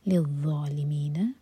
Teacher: ذا کے لیے ہماری زبان اوپر والے دانتوں کو ٹچ کرے گی پیچھے زبان اٹھائیں گے اور منہ بھر کر پڑھیں گے